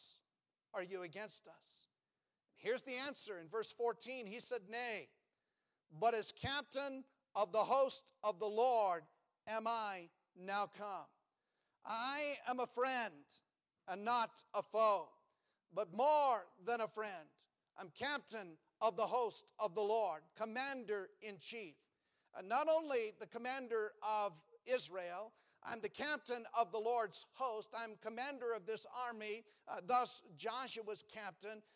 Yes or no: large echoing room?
yes